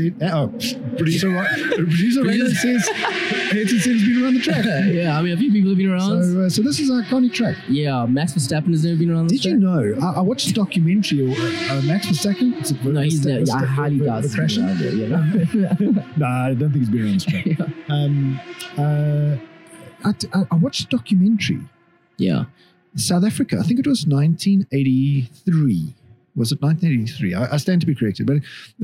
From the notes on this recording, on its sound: Report live from Festival of Motoring 2023 at Kyalami racetrack! At the AutoTrader stand.